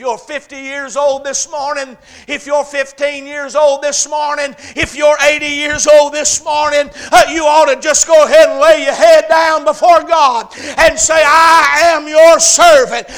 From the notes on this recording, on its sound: A message preached at Crossroads Baptist Church